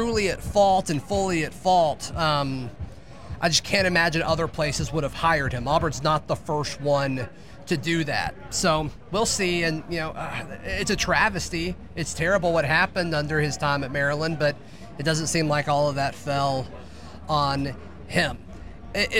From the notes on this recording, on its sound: Recorded live from the Senior Bowl.